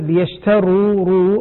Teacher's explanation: أما يشترون ليشتروا الراء مضمومة، فتنتبه لضمة الراء